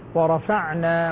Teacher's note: ورفعنا العين لابد أن نسكنها دون قلقلة